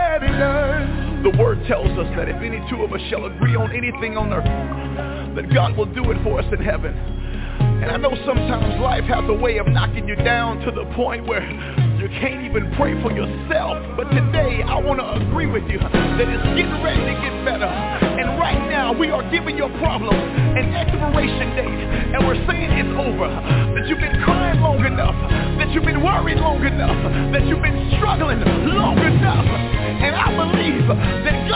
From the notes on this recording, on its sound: TNTSuperfantastic Conference Call